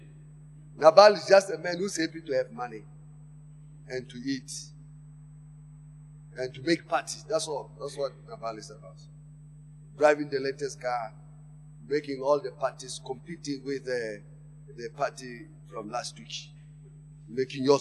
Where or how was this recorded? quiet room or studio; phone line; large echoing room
large echoing room